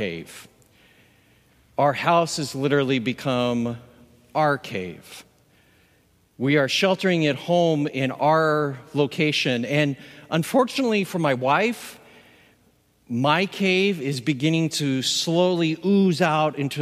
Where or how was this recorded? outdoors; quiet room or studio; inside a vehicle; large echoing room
large echoing room